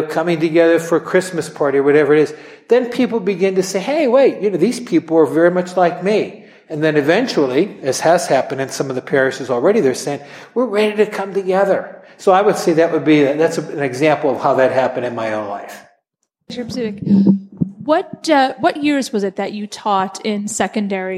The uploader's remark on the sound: at an event we recently hosted